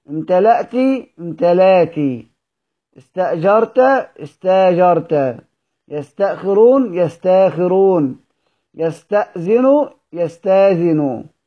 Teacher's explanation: والوقف عليها بإبدال الهمزة ألفا على القياس. كل هذه الكلمات نقف عليها قياسا بإبدالها ألف.